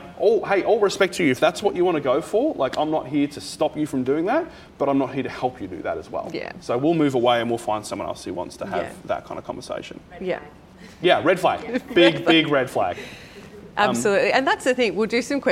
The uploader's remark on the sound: A very special live recording from our June Good Mornings breakfast event for purpose-driven folks held at the Frankston Social Enterprise Hub.